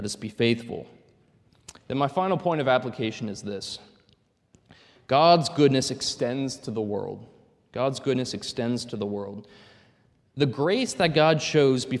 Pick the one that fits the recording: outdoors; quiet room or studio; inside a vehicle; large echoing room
large echoing room